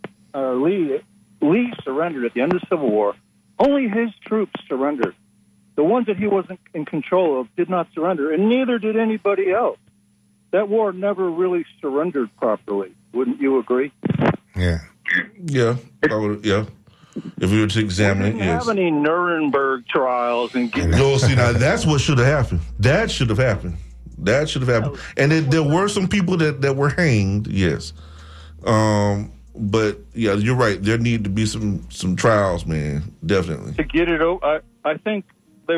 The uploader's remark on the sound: unique magazine format call-in show